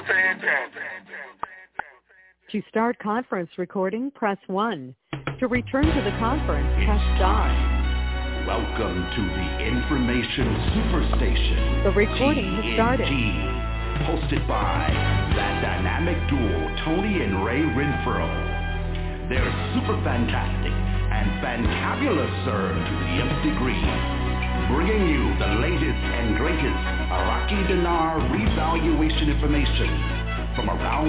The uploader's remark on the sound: TNTSuperfantastic Conference Call.